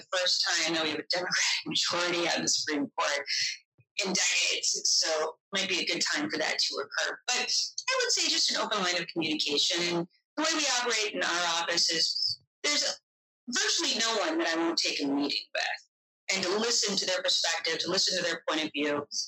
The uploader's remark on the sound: We apologize for the poor sound quality in this episode, our team faced unexpected technical issues that have since been resolved.